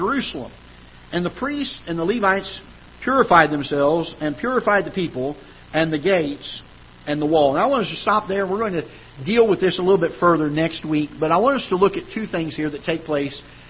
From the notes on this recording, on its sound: Ketha Heights Baptist Church ~ Live Broadcast.